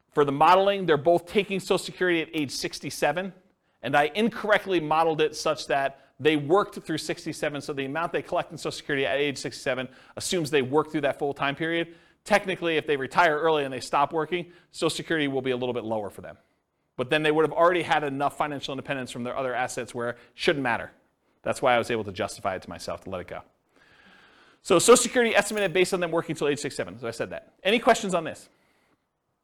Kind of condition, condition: setting, live audience